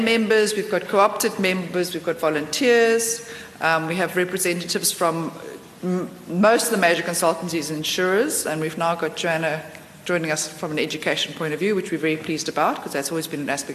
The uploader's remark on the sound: Pensions Conference held at the Lord Charles Hotel on Monday 3 August 2015